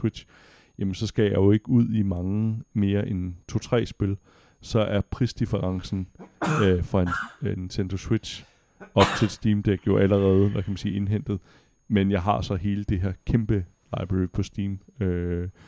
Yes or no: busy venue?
no